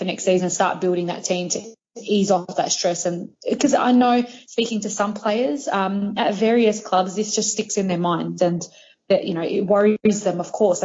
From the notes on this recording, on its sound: jump on the skype